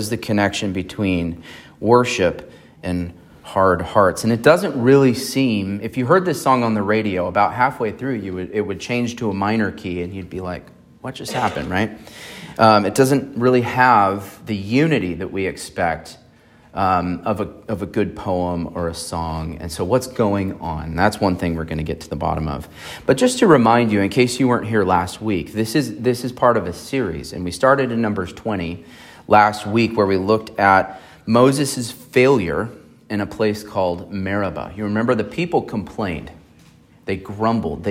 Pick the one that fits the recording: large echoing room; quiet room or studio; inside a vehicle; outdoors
large echoing room